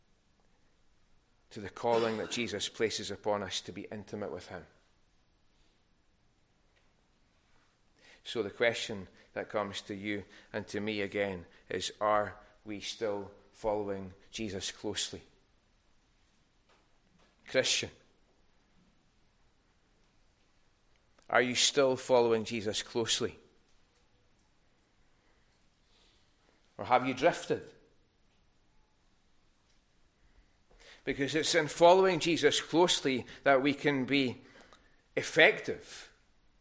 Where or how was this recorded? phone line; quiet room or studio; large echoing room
large echoing room